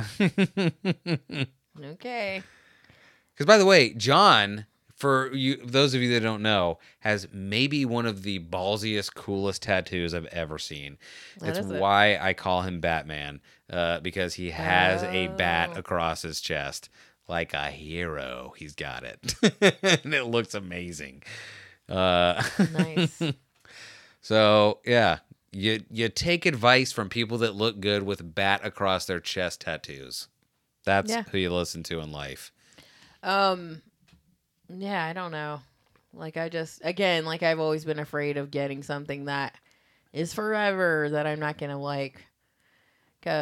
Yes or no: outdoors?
no